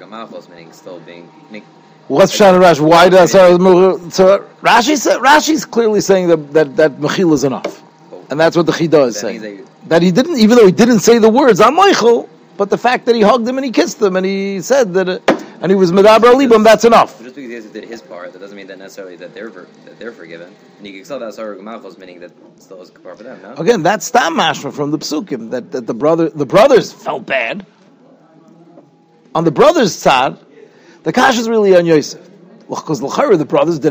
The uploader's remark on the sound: Shiur recorded in Yeshivas Ohr Reuven, Monsey, NY.